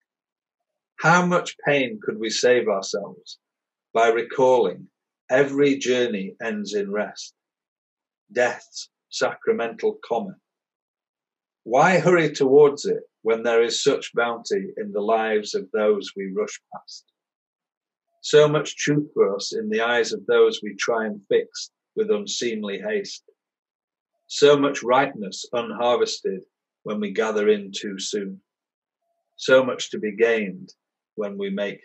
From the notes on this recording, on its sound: The conversation was recorded on Zoom so apologies for the quality.